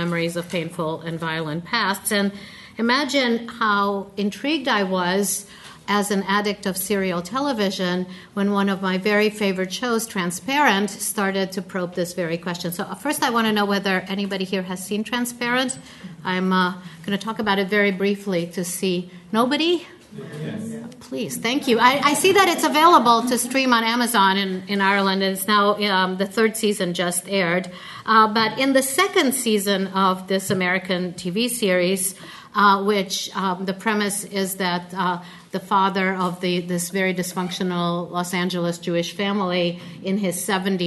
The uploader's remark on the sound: Keynote lecture. At '1916: Home: 2016' conference.